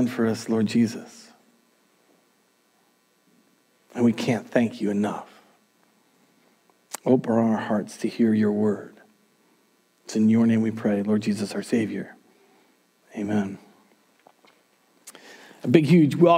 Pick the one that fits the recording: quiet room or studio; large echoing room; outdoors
large echoing room